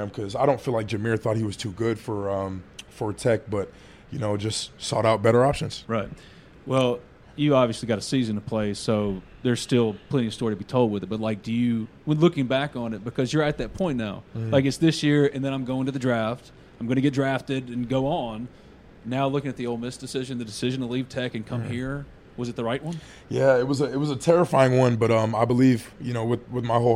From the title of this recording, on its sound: LIVE! From Ole Miss Media Day